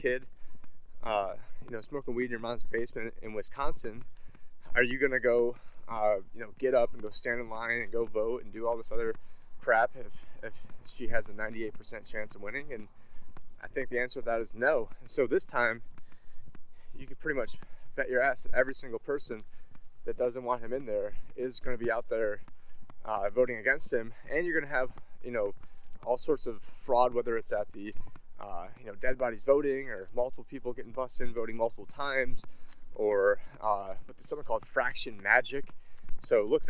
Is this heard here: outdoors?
yes